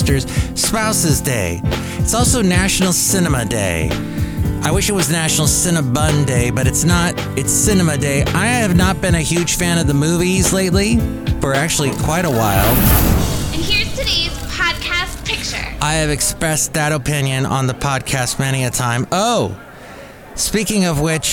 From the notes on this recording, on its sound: podcasts live from Café Anyway